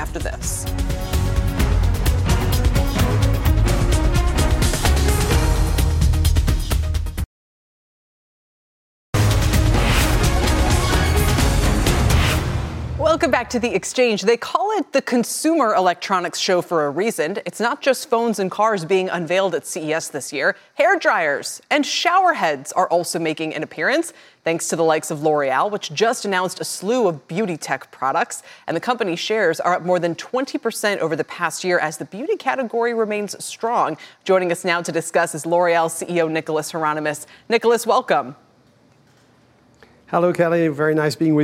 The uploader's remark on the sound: Live from CES! The Consumer Electronics Show in Las Vegas is underway.